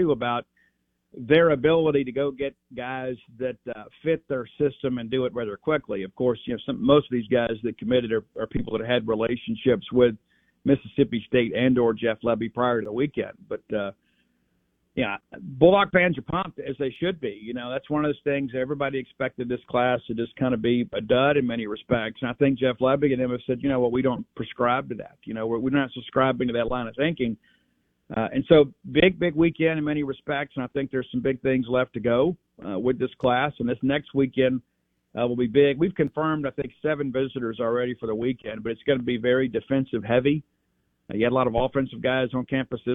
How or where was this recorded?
phone line